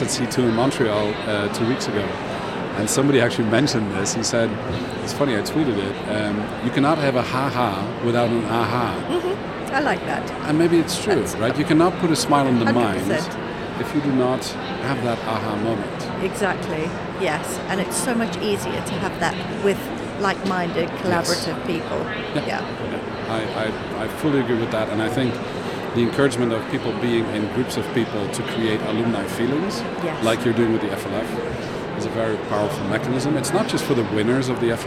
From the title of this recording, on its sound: Live from #IMEXAmerica